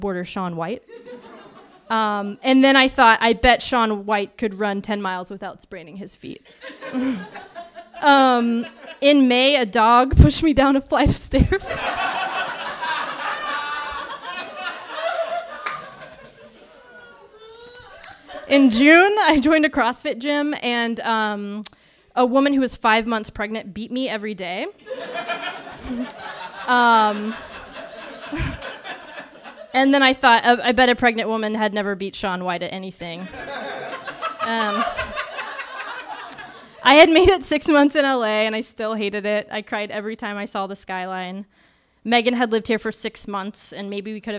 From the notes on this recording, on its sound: The final in the trinity of shows we recorded in Los Angeles is now comin atcha live. It was an absolute privilege and joy doing a show at the Nerdist Showroom at Meltdown Comics.